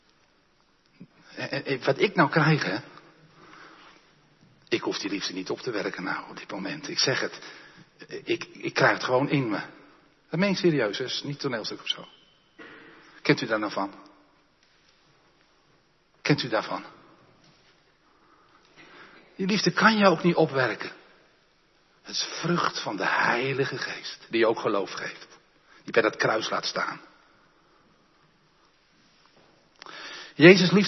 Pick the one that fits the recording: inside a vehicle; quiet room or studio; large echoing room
large echoing room